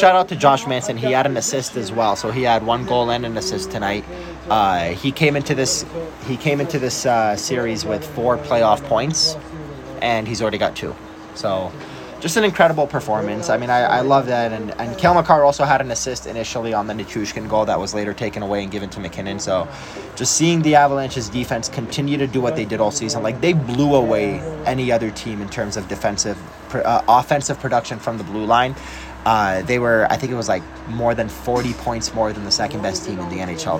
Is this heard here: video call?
no